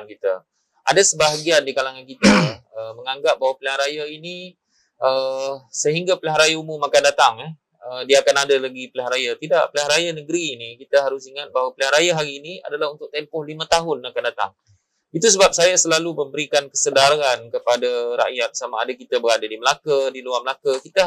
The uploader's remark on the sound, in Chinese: 本集访谈为现场录音，收音效果不佳，收听时造成任何不适，敬请原谅。